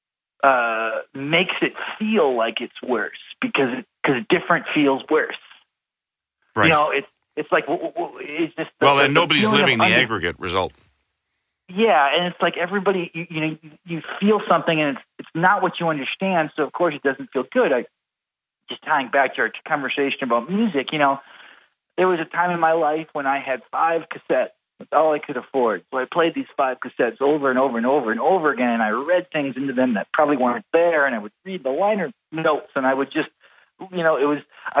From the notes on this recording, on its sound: Via telephone from his home in Portland.